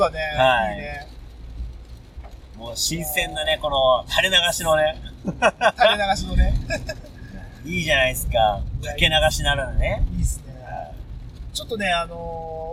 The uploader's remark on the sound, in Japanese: ドライビングトーク。この日、大雨の中車内収録だったため雨粒の音が相当入ってたのは言うまでもなく。